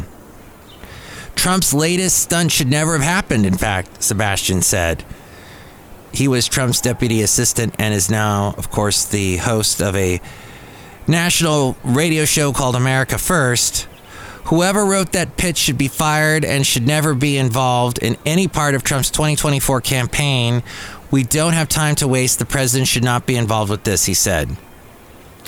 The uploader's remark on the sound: podcast live from Cafe Anyway